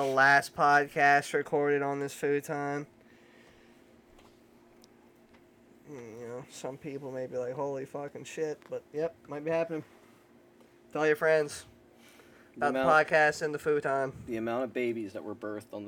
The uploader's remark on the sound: The 4th of July Special we recorded at the beach during fireworks.